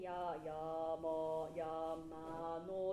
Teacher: 山のっていうふうにちょっと上げるつもりでいかないと難しいです